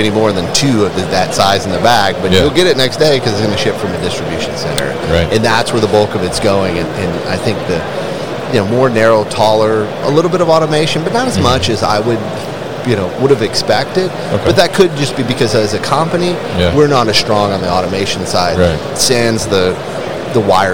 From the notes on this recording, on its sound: Baker Industrial at MODEX 2022